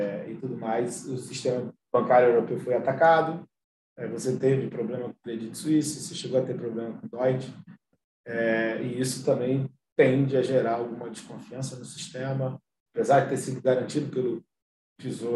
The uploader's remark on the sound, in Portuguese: Novamente, realizamos a conferência pelo zoom com transmissão simultânea pelo YouTube.